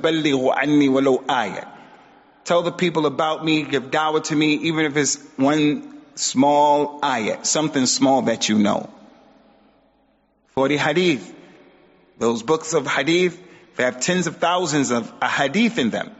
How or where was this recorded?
large echoing room